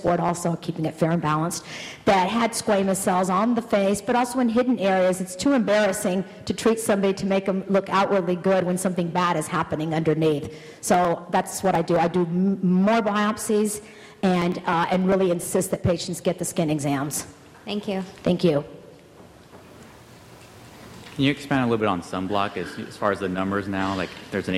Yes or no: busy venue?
yes